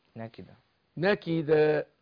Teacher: هي منونه بالتنوين اللي مفتوح، ما بتقف على تنوين مفتوح بتخليها فتحه واحده، تبقى فتحه واحده او بتبقى الف